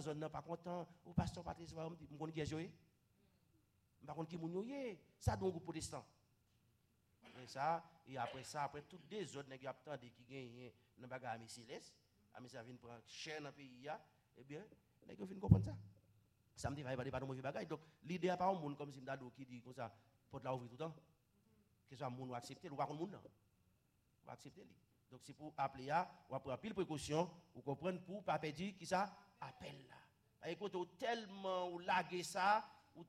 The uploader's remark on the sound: Sunday Service Live.